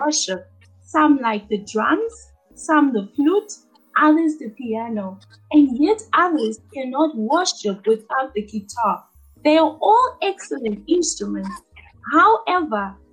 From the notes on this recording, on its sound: We apologize for the quality of this recording but we trust the message is clear.